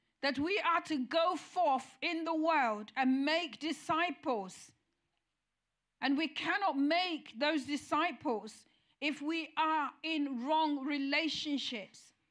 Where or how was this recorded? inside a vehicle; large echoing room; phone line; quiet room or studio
large echoing room